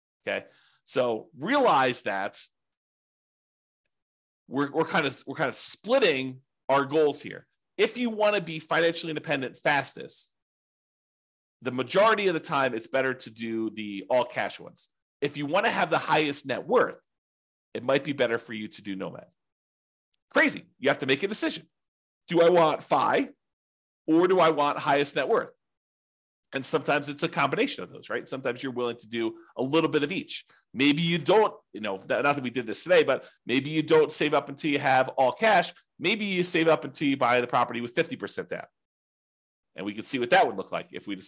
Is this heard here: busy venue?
no